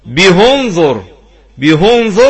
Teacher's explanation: قرأ الهاء بحركتها الأصلية وهي الضم · Term: هاء الكناية